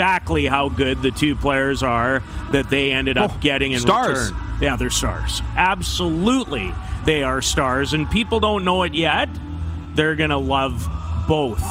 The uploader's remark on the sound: Live from the World Junior Quarter-Finals. Back for Week 2 LIVE from inside Rogers Place in Edmonton, Alberta - site of the 2022 World Junior (2.0) championships!